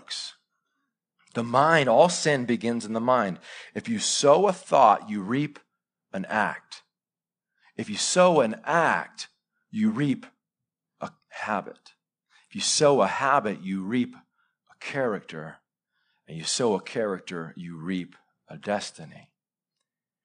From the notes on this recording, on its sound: Live sermon recorded 26-September-2021 .